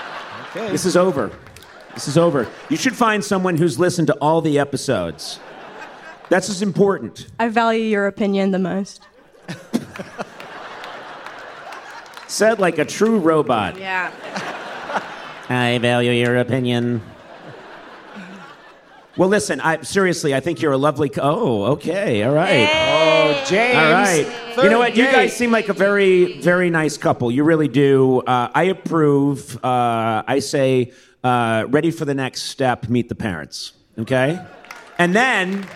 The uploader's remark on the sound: Live at the Brooklyn Academy of Music. Answer live audience questions.